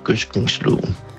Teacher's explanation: jeg hælder til den der uden blødt D, altså hvor det hedder gødskningsloven